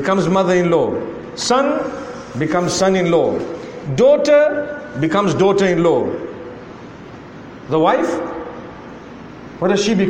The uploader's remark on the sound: A lecture to the youth delivered at the Nurul Islam Masjid in Trinidad